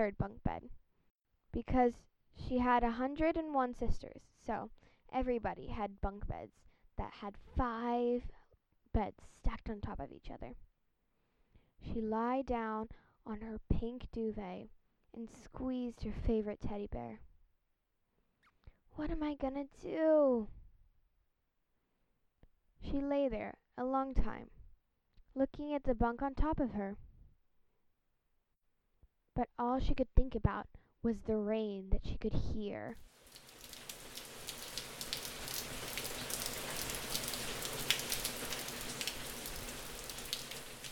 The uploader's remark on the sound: includes loud storm sounds